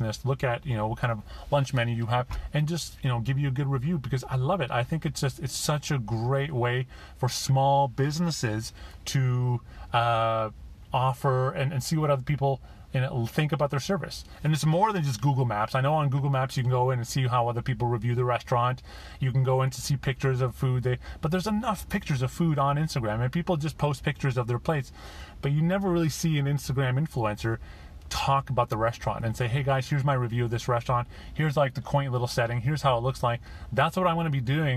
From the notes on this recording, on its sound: Listen to this podcast episode, which I made in my car from my Google Pixel 2 XL - unedited version...